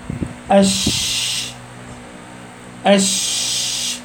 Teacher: مخرج الشين وسط اللسان مع وسط الحنك الاعلى، اش اش، حتى تلاقي شكل اللسان بيتغير شويه.